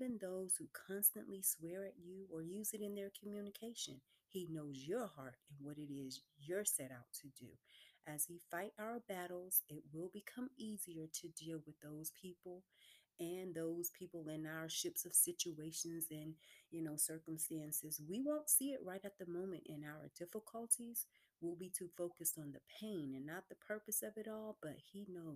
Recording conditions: uneven or low level